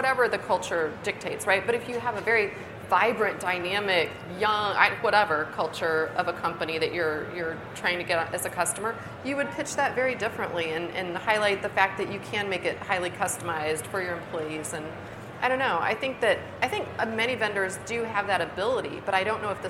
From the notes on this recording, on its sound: HR Happy Hour - LIVE from the 2023 HR Technology Conference. Join us LIVE from the HR Technology Conference in Las Vegas!